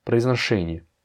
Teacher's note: Произношение, bah, tu vois qu'il y a deux O, de proizno, eh bien ces deux O-là, n'étant pas accentués, se prononcent comme des A.